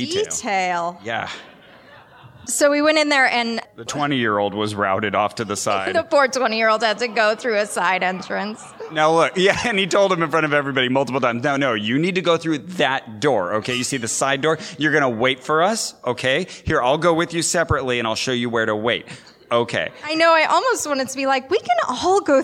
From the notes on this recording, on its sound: Live with a wonderful audience at PodCon in Seattle